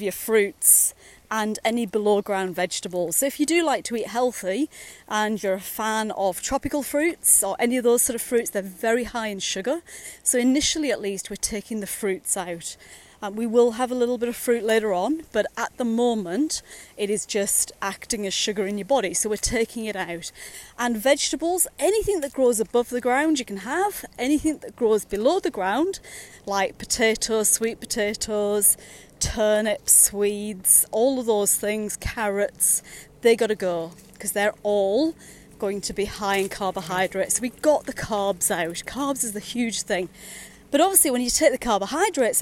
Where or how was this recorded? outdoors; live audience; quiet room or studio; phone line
outdoors